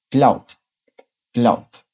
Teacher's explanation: Wenn wir etwas schnell und umgangssprachlich sagen wollen, können wir das I am Ende vom Verb weglassen. Quando você fala de maneira mais coloquial e rápida, dá para omitir o E no final do verbo.